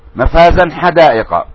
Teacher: لاحظنا هنا الإظهار مفازا حدائق، التنوين مع الحاء